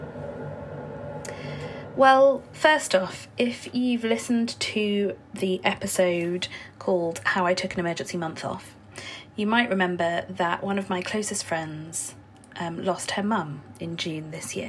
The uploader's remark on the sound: In this (wholly unscripted!) episode recorded in the company of my boiler.